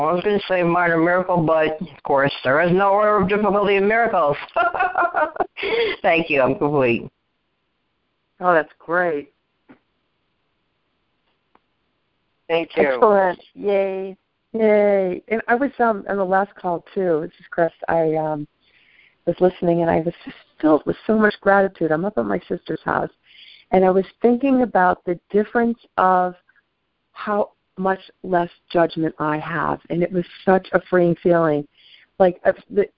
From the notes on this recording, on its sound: ACIM Saturday “Practical Application” Conference Call. On this call, the participants share the shifts in perception they have.